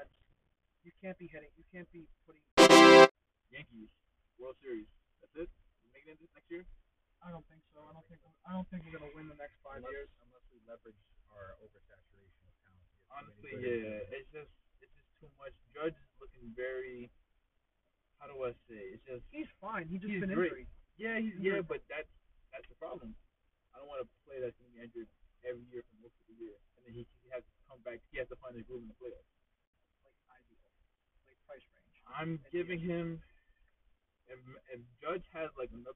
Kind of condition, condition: fault, uneven or low level